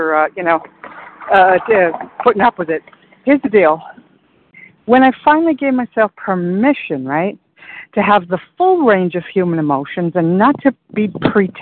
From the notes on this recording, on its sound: 100 Pounders Phone Meeting